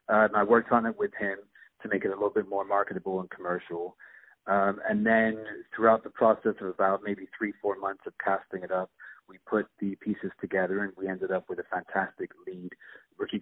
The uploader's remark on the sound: On the phone